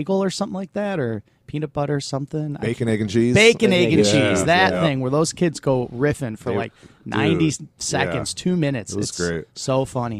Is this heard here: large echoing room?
no